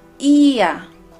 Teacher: nosotros hacemos una pronunciación de la i un poco larga